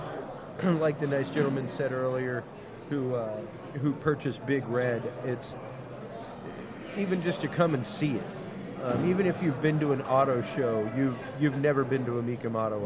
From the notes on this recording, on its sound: on the road in Houston, Texas broadcasting LIVE from the world renowned Mecum Auto Auction